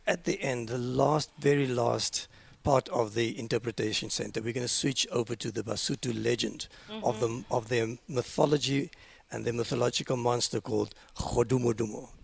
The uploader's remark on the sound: We are coming to you live from the Golden Gate Highlands National Park.